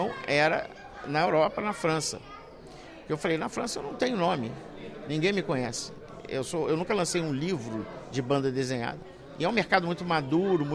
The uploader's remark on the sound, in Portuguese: Gravada no Festival de BD de Beja.